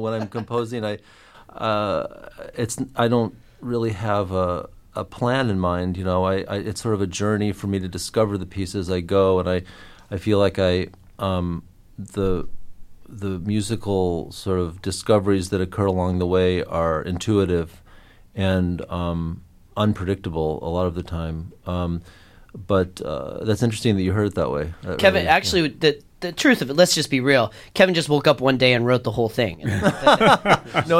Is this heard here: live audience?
no